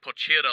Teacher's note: in Brazil, in Portuguese, the T makes a ch sound